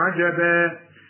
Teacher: الفتحتين عند الوقف بيدوك ألف كاملة